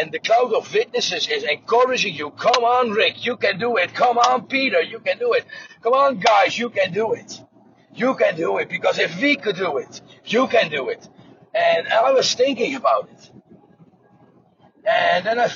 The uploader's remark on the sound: the audio is recorded while driving the car